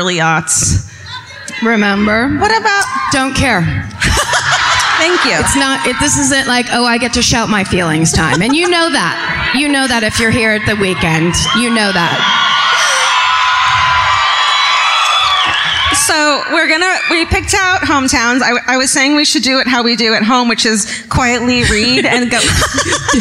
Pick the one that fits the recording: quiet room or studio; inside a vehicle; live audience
live audience